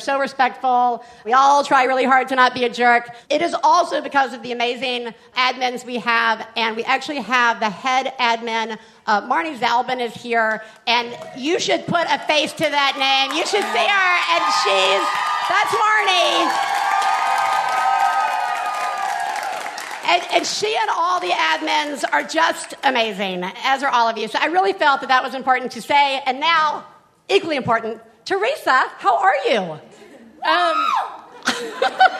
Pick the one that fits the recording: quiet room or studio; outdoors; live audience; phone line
live audience